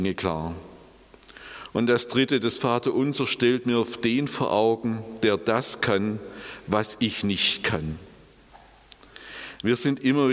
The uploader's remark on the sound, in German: aus dem Präsenz-Gottesdienst der Missionsberg-Gemeinde (Liebenzeller Mission)